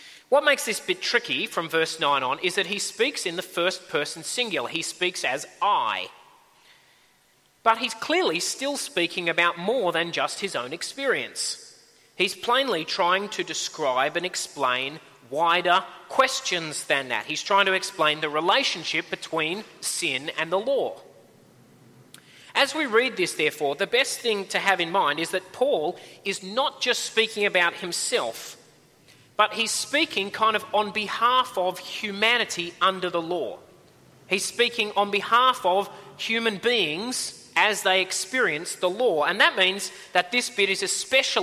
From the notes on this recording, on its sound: At a Church in the Graveyard service